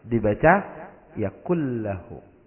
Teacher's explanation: Idgham bila gunnah. Makanya ciri-cirinya dia tasydid. Tapi enggak dengung.